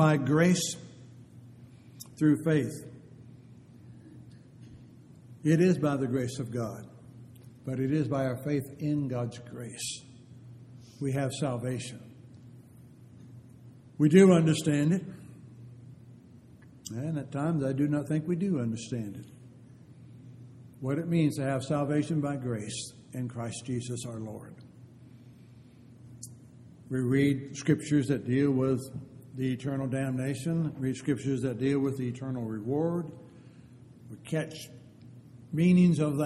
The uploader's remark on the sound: Downtown Church Of Christ Audio Sermon